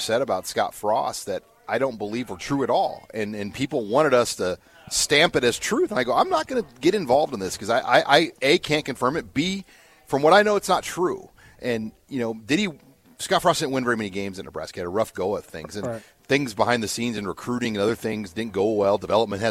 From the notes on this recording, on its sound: Live from Tanner's